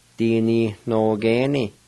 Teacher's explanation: between the N-I and the N-O, there's a faint H sound.